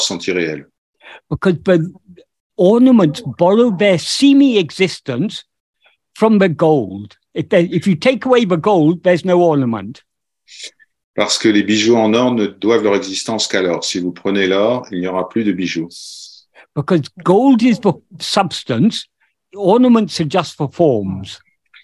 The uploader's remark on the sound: In a Zoom meeting with a group of Ramana devotees from Paris.